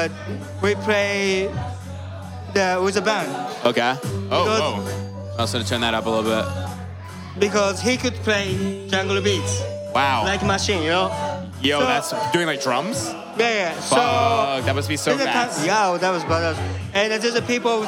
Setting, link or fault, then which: setting, busy venue